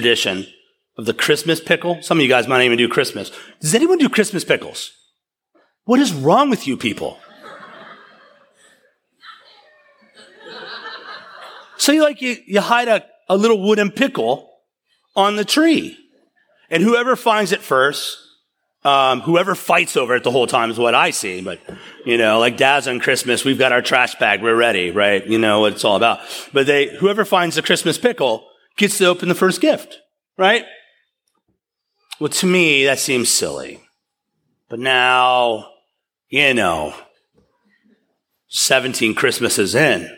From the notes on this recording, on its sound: Taken from a sermon series. At East River Church.